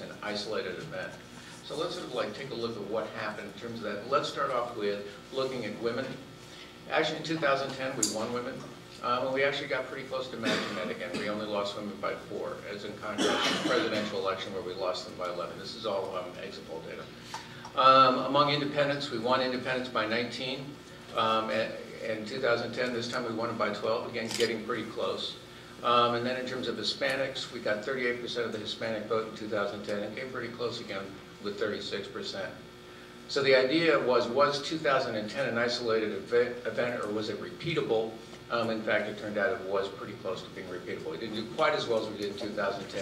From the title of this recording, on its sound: Addresses The Ripon Society's 5th Annual Symposium At Mount Vernon on Feb 22, 2015